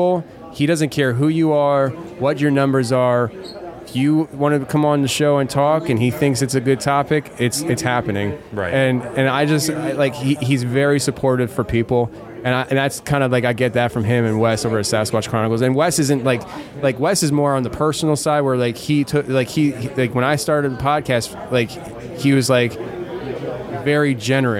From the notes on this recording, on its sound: I brought my recording equipment in hopes of interviewing people attending the conference and releasing our discussions as an episode. While I did get to have several people record with me, our time was cut short after the fourth guest.